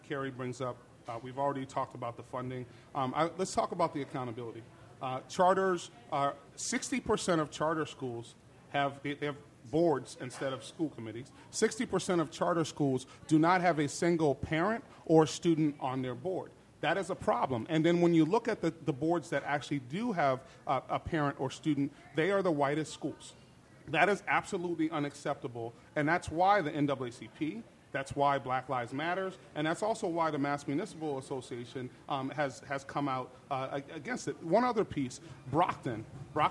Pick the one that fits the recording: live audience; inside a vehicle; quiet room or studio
live audience